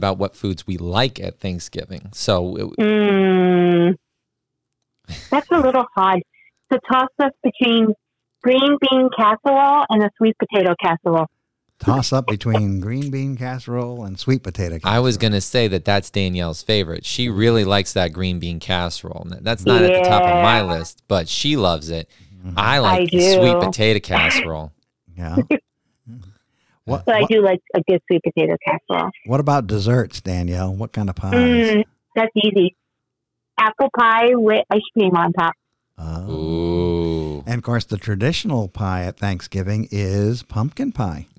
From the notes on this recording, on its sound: Make a surprise phone call.